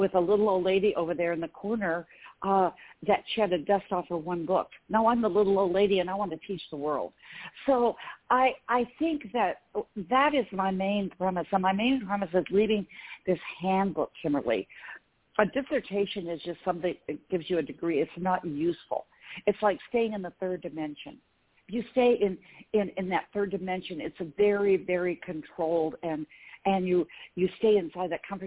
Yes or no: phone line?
yes